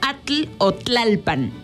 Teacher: decimos TL en una sola emisión, como atl o tlalpan, herencia del náhuatl